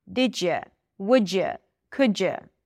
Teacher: whenever there is a D and right after there is a Y sound, we get a J sound.